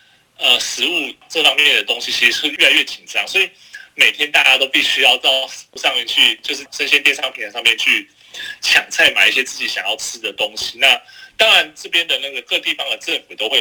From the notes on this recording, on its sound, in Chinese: 連線訪問中央社駐上海記者